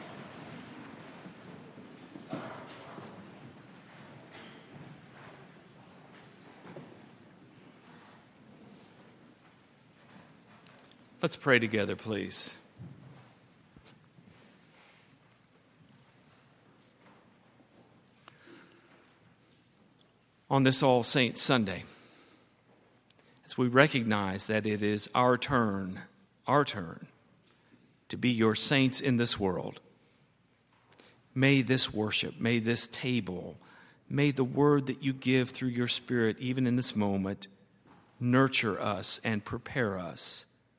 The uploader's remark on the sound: at Highland Baptist Church